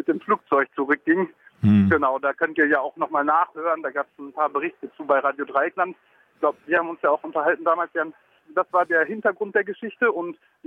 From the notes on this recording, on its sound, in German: In den letzten Minuten des Mittagsmagazins spontan am Telefon.